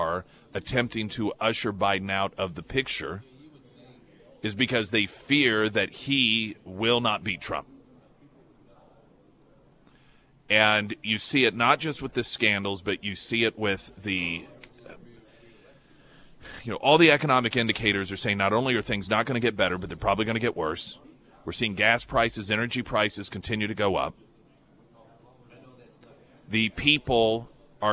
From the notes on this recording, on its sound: live at Scramblers Diner